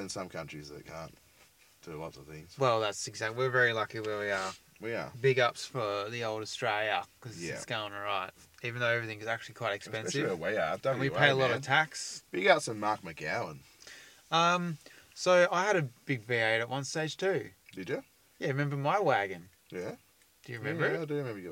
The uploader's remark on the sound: This week we are in the car studio at Lucky Parachute HQ, the super-secret camping ground. Ahh the great outdoors, what a place to be, what a place to record a podcast!